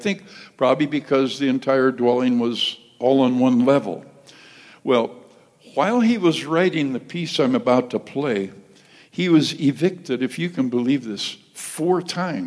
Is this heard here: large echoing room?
yes